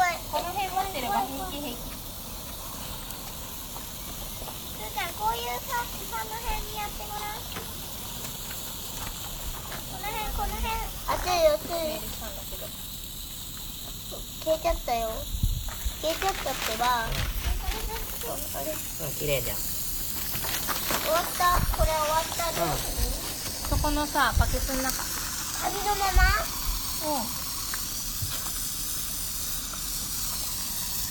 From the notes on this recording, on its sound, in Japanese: 別録した実際の音源もはさんでいますので。本編中、ゲスト２人が発する いろいろな雑音が飛び交います。